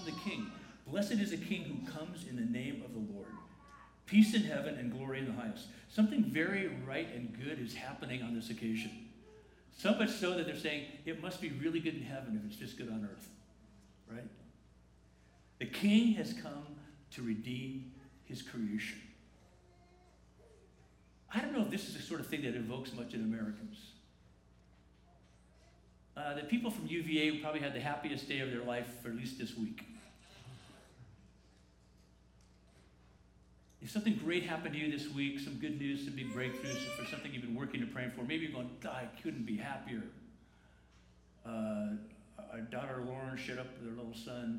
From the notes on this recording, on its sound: The following video and audio is a recording from the 10:45 am service.